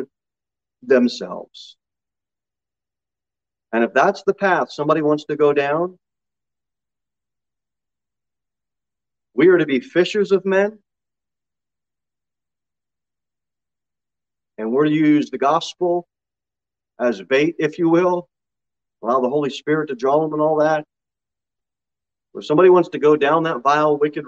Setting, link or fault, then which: setting, large echoing room